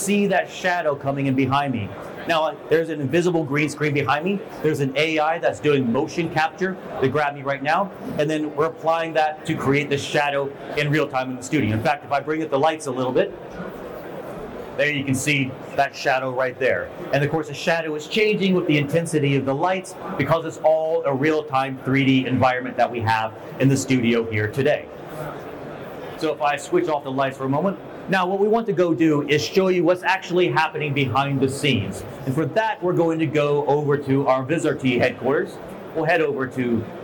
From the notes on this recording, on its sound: At IBC 2023, we are on the Vizrt stand